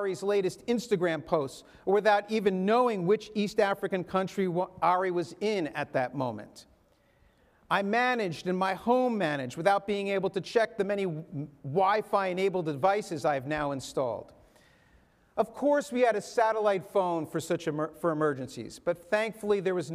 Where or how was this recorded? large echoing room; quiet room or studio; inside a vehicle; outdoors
large echoing room